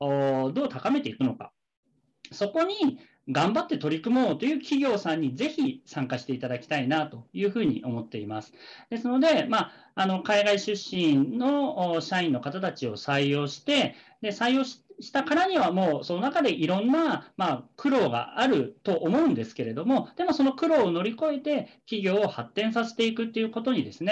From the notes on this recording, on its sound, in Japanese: 〇方 法：ウェビナー（Zoomでのオンライン配信）